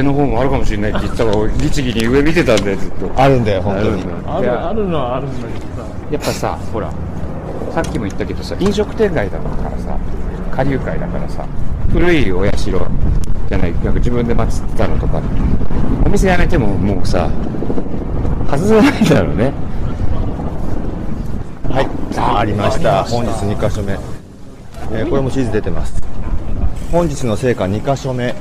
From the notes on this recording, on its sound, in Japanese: 台東区の南（神田川）東（隅田川）の端、柳橋からスタート！屋外ロケのためお聞き苦しいところがございますがご勘弁ください。